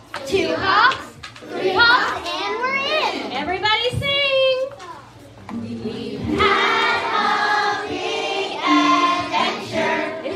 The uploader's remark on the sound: a special live episode, performed from The Reading Bug children's bookstore in San Carlos, CA.